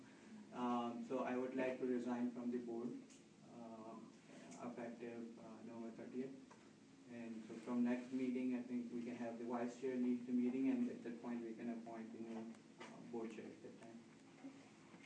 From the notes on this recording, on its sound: We apologize but this is a partial meeting audio.